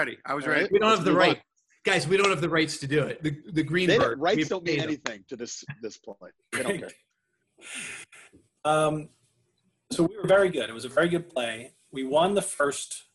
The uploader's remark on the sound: Two stories recorded for a live ZOOM Audience.